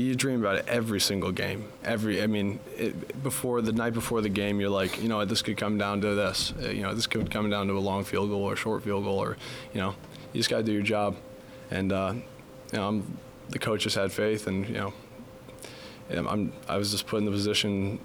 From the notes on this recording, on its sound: on location at the Union Pub & Grill - 1125 4th Ave in Huntington